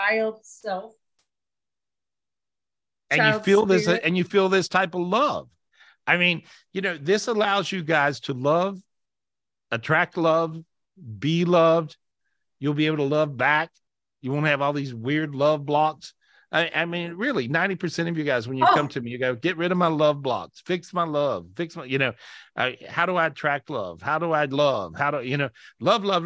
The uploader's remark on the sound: This was recorded LIVE on Zoom